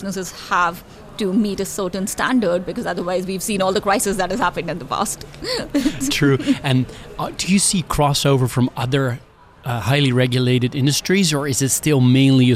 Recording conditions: busy venue